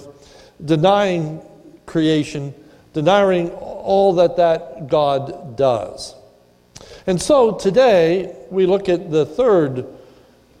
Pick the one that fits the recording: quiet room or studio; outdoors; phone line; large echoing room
large echoing room